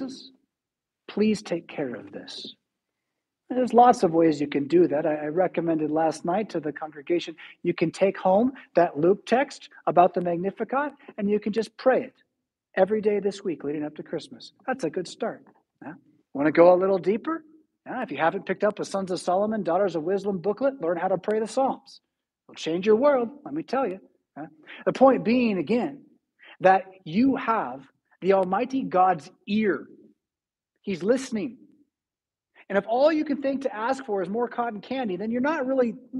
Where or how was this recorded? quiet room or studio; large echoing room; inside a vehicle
large echoing room